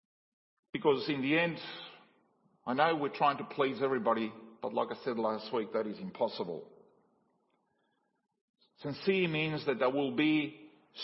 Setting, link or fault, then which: setting, large echoing room